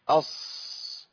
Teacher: نقول أص فيها وبيطلع النفس · Term: الهمس